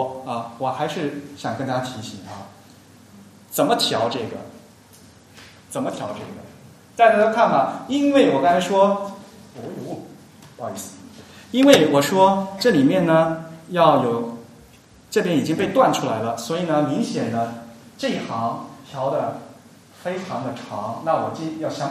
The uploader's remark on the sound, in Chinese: 沙龙在上海同济大学设计创意学院举办。今日播出现场录音，以飨未能到场的听众。